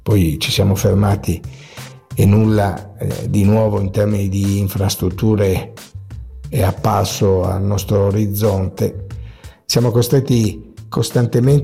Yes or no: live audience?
no